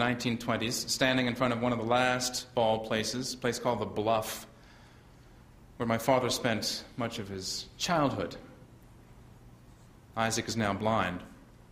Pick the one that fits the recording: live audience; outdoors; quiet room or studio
live audience